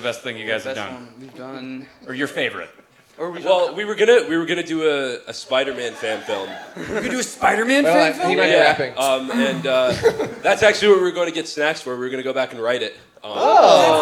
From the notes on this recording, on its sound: Toronto LIVE. In Toronto, Canada.